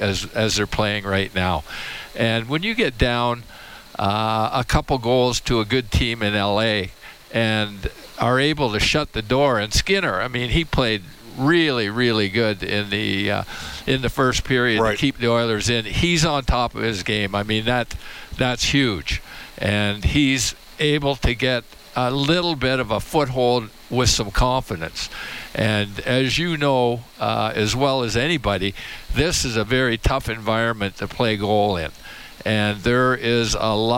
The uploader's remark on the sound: Live from Rogers Place